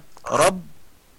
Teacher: أطبق الشفاه أولا ثم اكسر وأتي بالتجديد في الانفجار، أقول هكذا: رب بي رب رب رب بي.